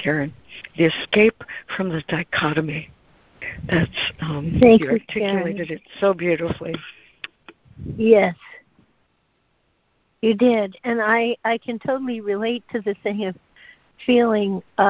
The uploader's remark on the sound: ACIM Daily Conference Call